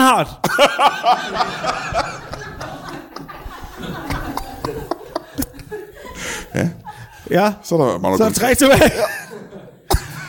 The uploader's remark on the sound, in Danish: LIVE fra Kjellerup